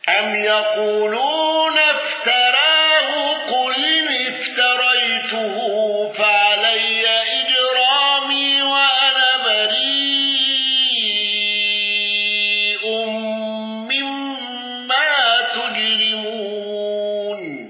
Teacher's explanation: بالنقل والإشباع والتقليل وترقيق راء إجرامي